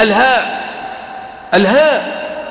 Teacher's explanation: انظر إلى مخرج الهاء كيف أن مخرجها ليس من طرف اللسان ولكن مخرج الهاء من الجوف